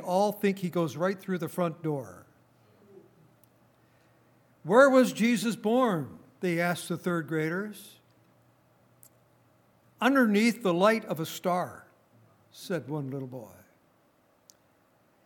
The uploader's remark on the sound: Recorded on December 23, 2018, at Grace Bible Fellowship in Front Royal, VA.